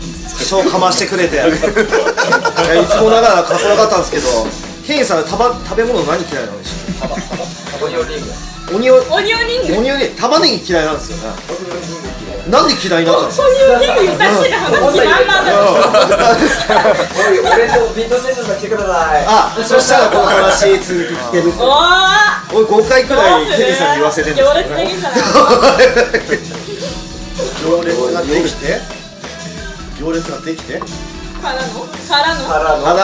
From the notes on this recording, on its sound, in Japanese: 今回は３月１４日に行われた弾き語りライブ「NOIS」の出演者と居合わせた方で、打ち上げで収録しました。要は座談会！！